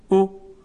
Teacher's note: ای، کشش رو ازش بگیرید، ای، صدای کوتاه میشه. او، کشش رو ازش بگیرید، او، صدای کوتاه میشه